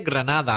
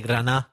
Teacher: Some people from Granada, not pronouncing the D, soy de Granada. · Shown in: second take